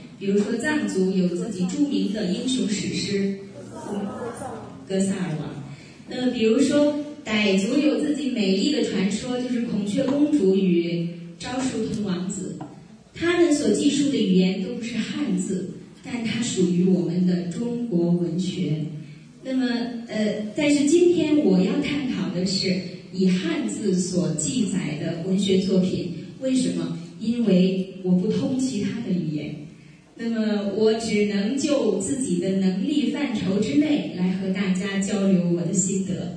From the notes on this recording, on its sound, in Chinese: 赴青海民族大学做题为《诗中有道——从古典诗词看中国传统价值体系》的公益讲座。现将现场录音与大家共享。